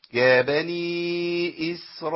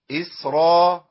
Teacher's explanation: راء مفخمة لأنها محركة بفتح، وهي راء عليها فتحة يبقى مفخمة على طول · Shown in: first take